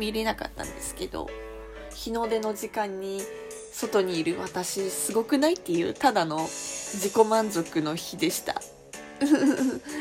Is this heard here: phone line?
no